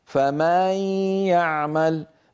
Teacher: يمط صوته زيادة في فتحة الميم في كلمة فمن، فيتولد من ذلك ألف، وكأنه زيد في القرآن حرف. · Term: التمطيط